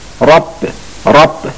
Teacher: را در رب مثل رحمان، مثل اکبر، مثل رحیم که میگفتیم تفخیم میشه یا درشت میشه، اینجا هم همینطوره. بعد میگیم را رب رب بگید رب.